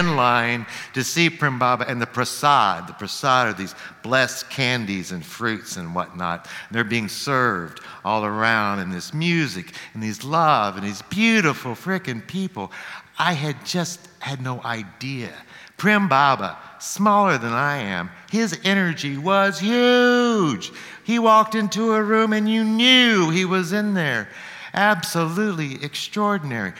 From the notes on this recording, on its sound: Live at The Old Church Concert Hall in Portland, OR Portland Story Theater.